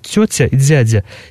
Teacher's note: согласные ти-ди, мягкие, которые в литературном языке, они здесь произносятся как ци-дзи, как тоже африкаты, то есть тетя и дзядя.